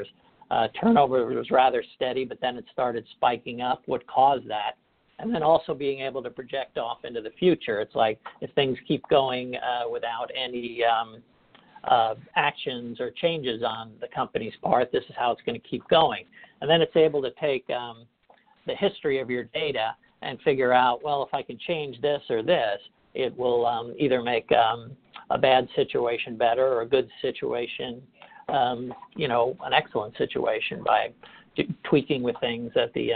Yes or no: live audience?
no